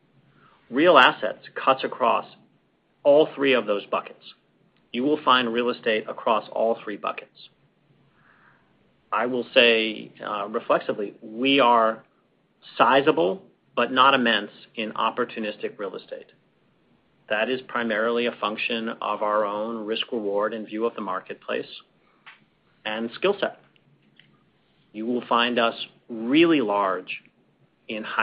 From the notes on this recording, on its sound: Apollo Global Management, Inc. Earnings Conference Call.